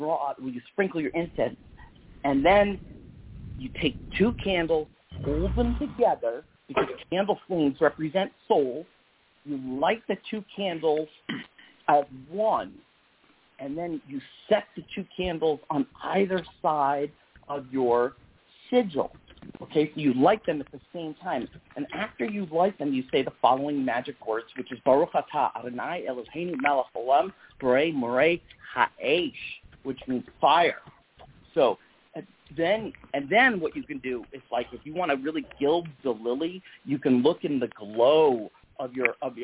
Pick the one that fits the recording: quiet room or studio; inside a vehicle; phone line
phone line